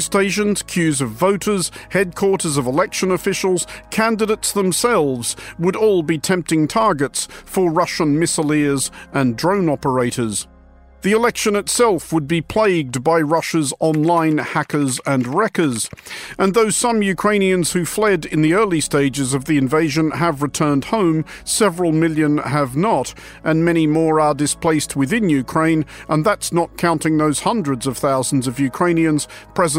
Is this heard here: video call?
no